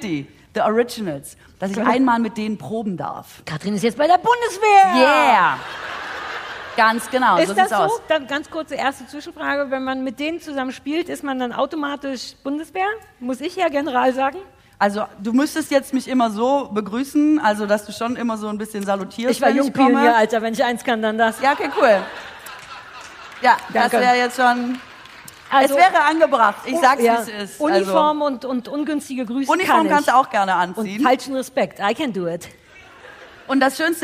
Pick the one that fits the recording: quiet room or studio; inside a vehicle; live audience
live audience